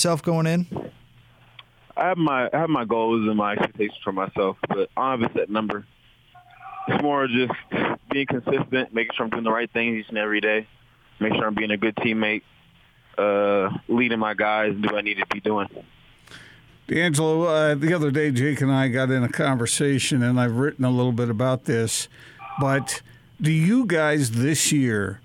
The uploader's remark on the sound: Hopped on the phone with 'The Big Show' on Wednesday afternoon following BYU's fall camp practice.